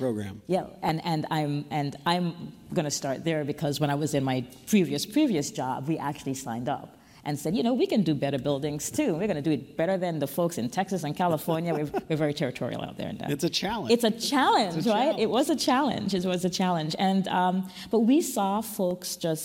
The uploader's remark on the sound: USGBC Live Washington DC Opening Keynote. Joins USGBC Live in person in Washington, DC on June 9 to deliver keynote remarks at our opening session.